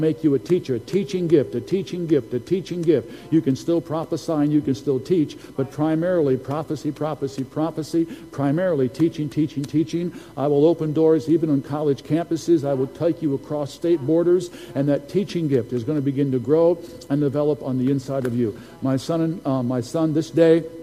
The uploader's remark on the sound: Recording from Sunday's prophetic service